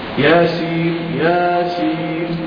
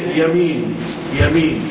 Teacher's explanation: بالنسبة للياء هذا مد عرض للسكون هنا في الآية في المد الأولى لك المد ولك القصر · Shown in: first take